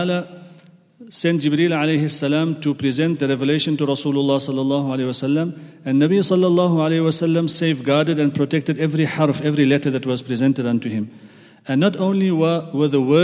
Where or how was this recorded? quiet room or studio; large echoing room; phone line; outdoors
large echoing room